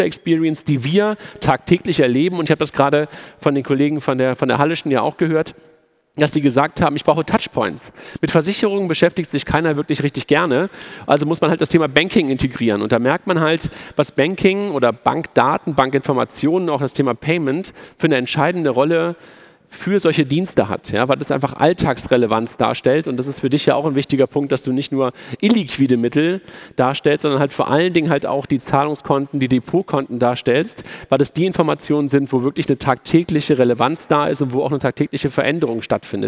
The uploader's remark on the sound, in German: Live-Podcast von der Digital Banking Conference 2018 des bitkom